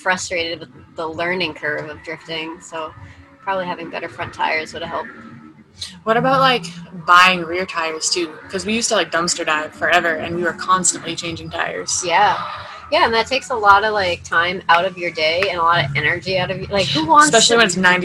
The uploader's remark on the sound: Excuse the noise, this was recorded in a trailer at a drift event